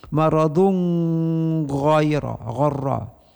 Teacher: Imam Abu Ja'far ini tanwin dun bertemu dengan ra dengan ikhfa.